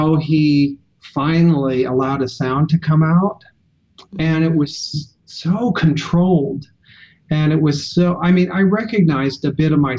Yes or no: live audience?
no